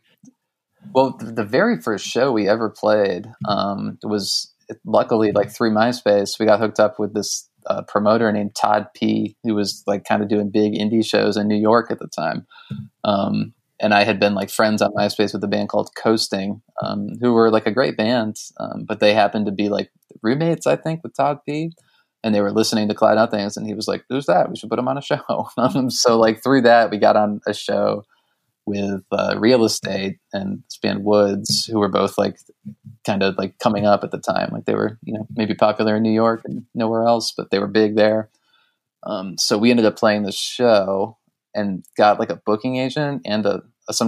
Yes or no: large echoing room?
no